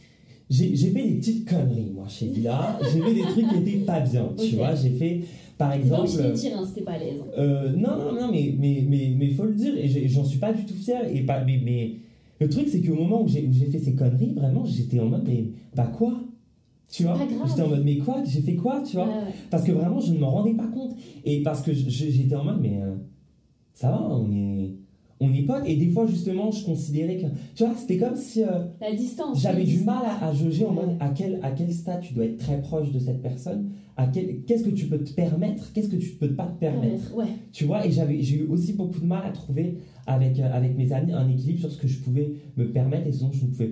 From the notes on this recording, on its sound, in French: Je m'excuse encore pour la qualité sonore de l'enregistrement qui n'est pas incroyable.